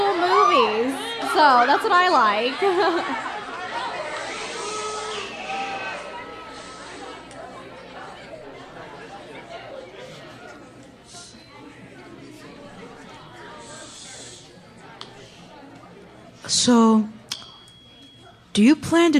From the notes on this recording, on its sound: Live Show!